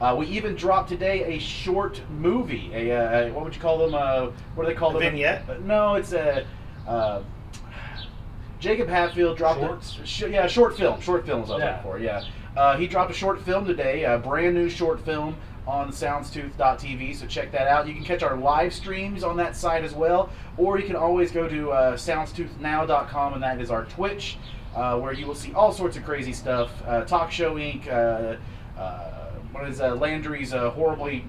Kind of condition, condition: setting, outdoors